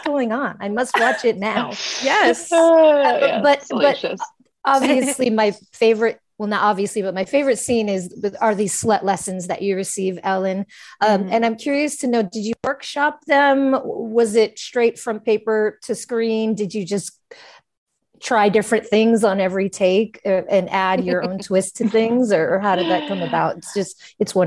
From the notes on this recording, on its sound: In this episode of our coverage for the SXSW Film Festival. In other words, get ready for a Zoom room full of women ready to commiserate about our younger years!